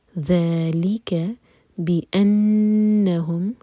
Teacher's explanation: نون پر غنہ، دو second hold کریں گے